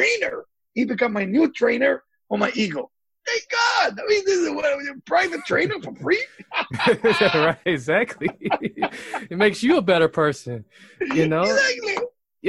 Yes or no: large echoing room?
no